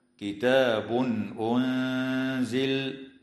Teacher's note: يظهر التنوين عند الهمزة في قوله تعالى: كتاب أنزل